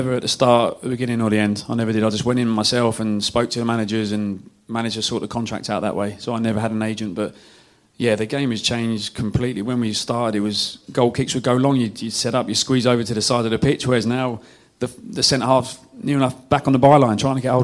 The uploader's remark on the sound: at the Beesotted December Bees-Up In Fullers' Brewery